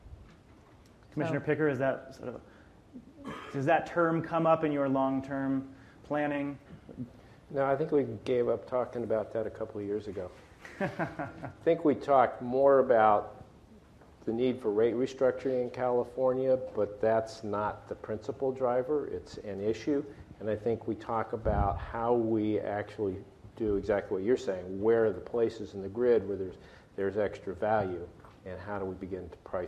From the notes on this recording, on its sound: In this week’s podcast, we’re live at Greentech Media’s Solar Market Insight conference.